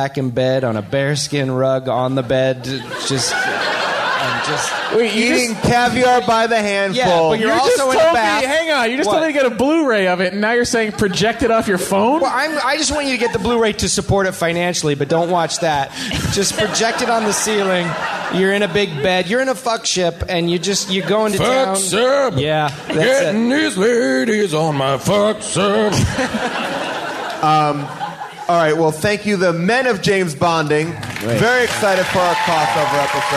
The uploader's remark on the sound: In a very special podcast cross-over event. Recorded LIVE at Largo in Los Angeles. Audience Q&A.